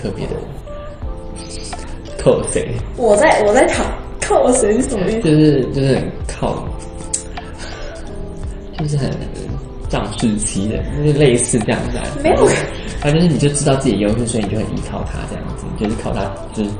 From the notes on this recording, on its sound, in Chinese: 臨時的錄音所以來不及備上器材